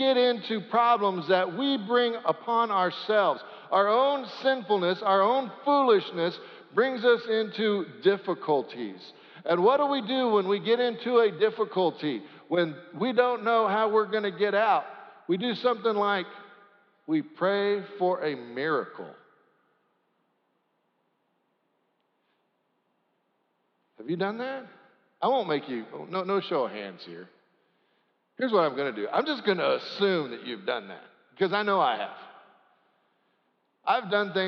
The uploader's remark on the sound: Sanctuary Service